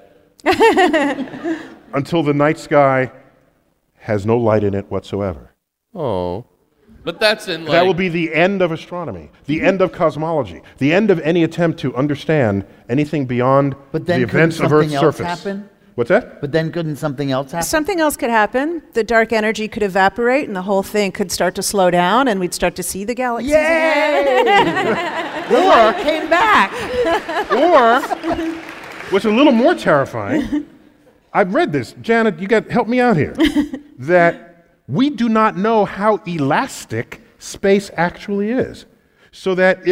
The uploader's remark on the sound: Recorded live at the Count Basie Theatre, Red Bank, NJ.